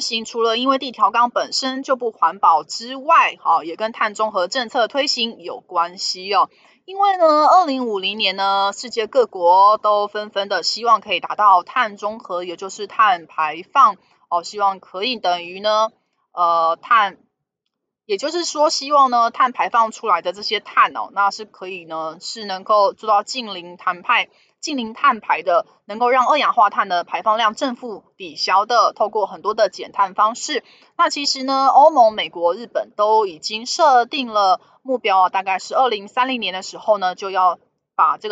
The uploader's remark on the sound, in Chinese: 本集有些許雜音，已亟力避免，如有察覺請多多包涵